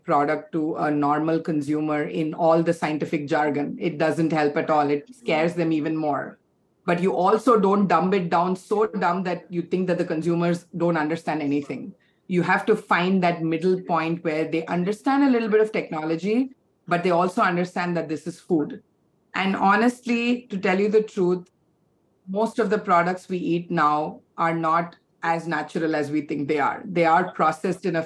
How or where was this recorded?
video call